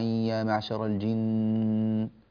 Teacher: والنون المشددة حكمها إظهار الغنة، هذا الأمر في الوصل والوقف سواء